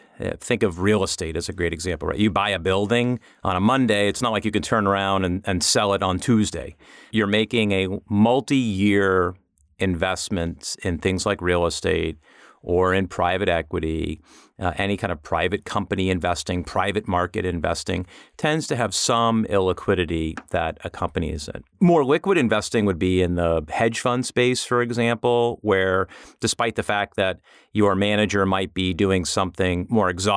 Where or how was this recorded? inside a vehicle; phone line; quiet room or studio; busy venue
quiet room or studio